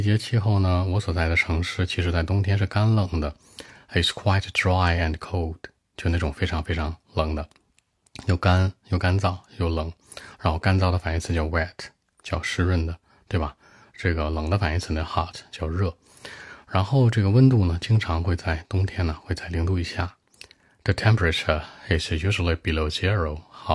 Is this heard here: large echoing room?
no